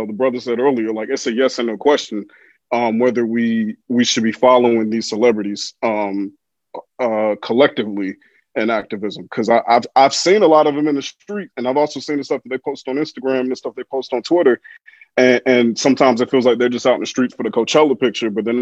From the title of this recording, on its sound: Zoom Conversation